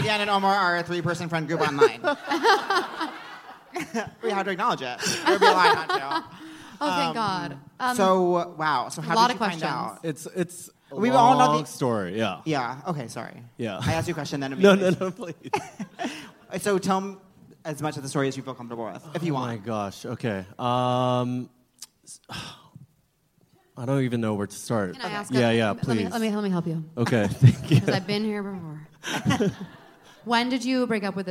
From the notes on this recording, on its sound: live on stage at The Bell House